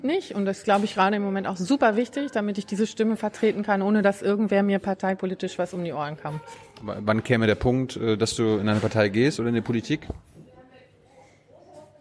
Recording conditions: busy venue